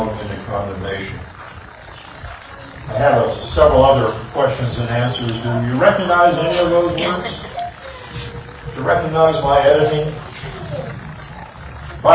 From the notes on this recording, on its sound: This audio recording is noisy.